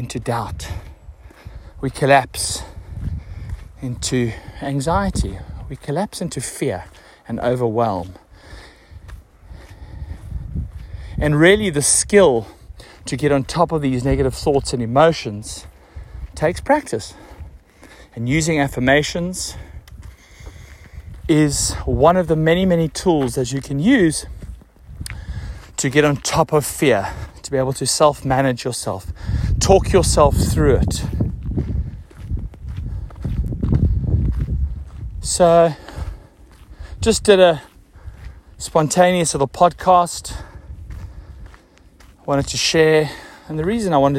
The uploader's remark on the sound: hit the record this morning on my walk